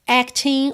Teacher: o G final não é pronunciado